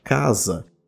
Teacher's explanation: aquilo que a gente escreve S é pronunciado Z, por ser intervocálico